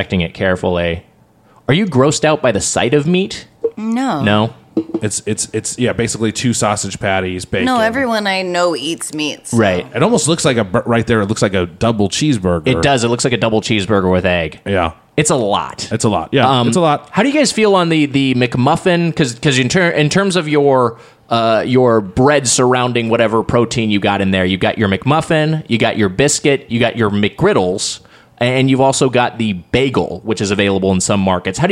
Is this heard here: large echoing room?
no